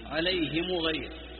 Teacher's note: بكسر الهاء وضم الميم